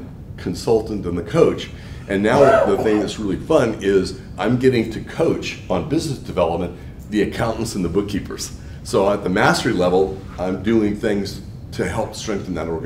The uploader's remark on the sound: breakout session at Printavo’s July 2019 PrintHustlers Conference